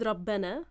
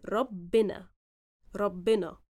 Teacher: Rabbana is the modern standard Arabic pronunciation of the word. In Egyptian, however, we do it with kasra.